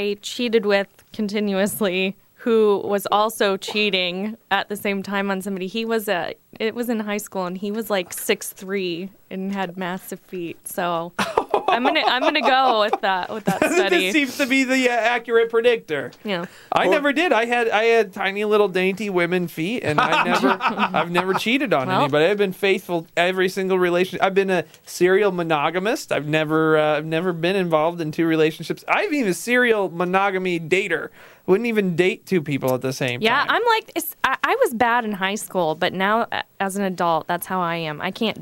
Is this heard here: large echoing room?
no